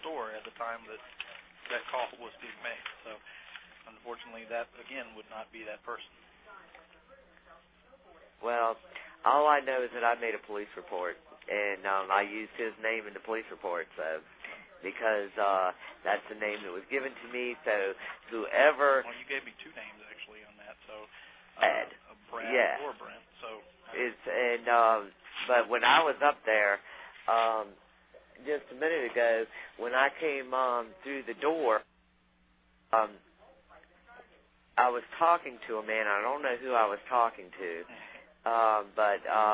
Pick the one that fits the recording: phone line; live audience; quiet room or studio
phone line